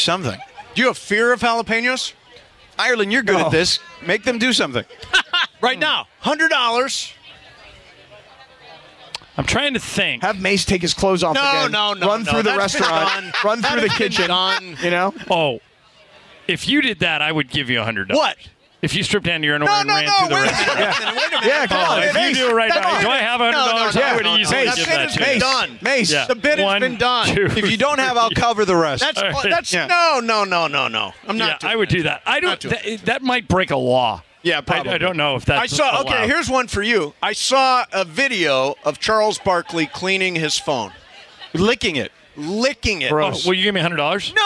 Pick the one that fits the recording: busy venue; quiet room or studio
busy venue